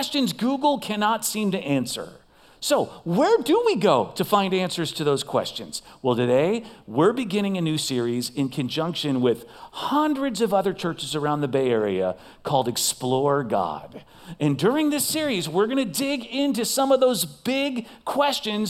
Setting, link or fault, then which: setting, large echoing room